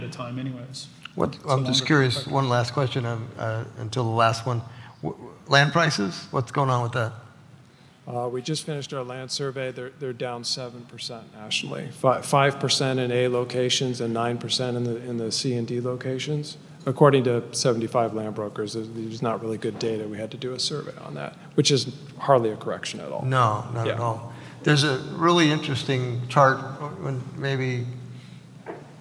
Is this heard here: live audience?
yes